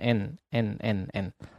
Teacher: Yang digunakan itu adalah bagian punggung lidah, bagian tengah lidah, hampir ke tengah lidah.